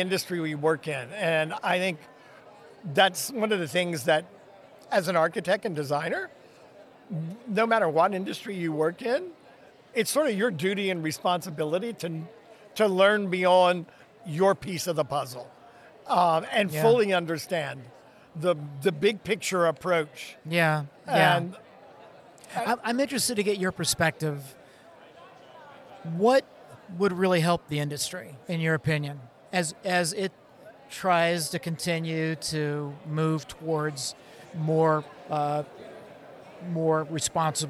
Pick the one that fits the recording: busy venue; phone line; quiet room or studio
busy venue